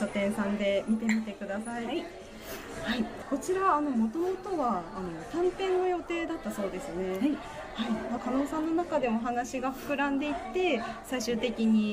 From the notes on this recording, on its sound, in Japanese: 屋外のカフェで収録しているため、聞き辛い箇所がございます。